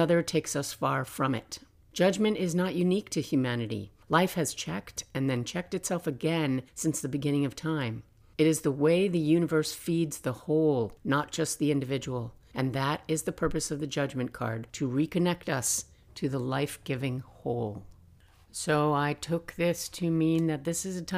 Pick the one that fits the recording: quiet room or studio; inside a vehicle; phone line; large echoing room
quiet room or studio